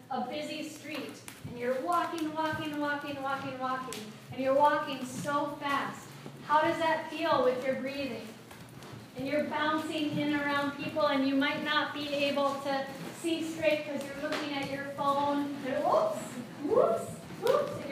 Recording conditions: live audience